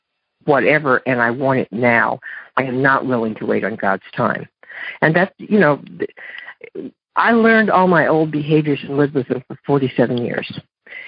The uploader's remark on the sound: Monday Noon Phone Speakers Series